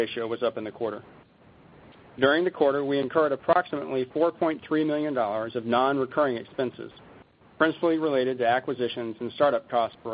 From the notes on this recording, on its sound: ProAssurance Earnings Conference Call